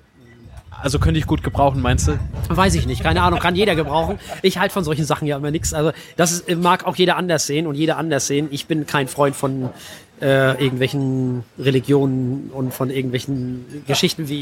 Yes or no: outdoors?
yes